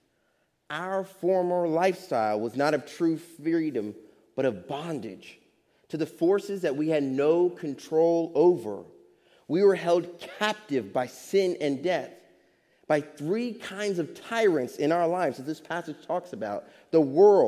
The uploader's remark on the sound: Faith Baptist Church in Hamilton, NJ.